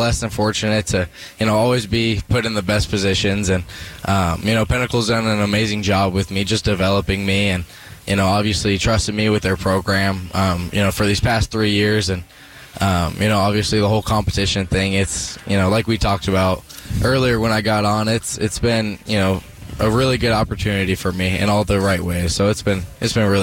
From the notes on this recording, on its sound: live at Desert Mountain High School